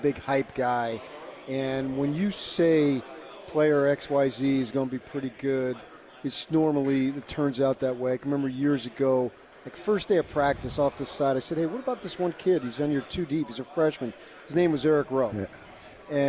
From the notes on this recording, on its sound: LIVE from Pac-12 Media Day in Los Angeles, CA.